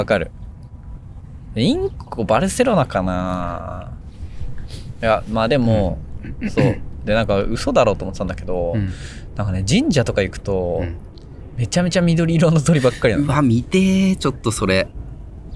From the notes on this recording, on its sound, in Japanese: 久しぶりに外で収録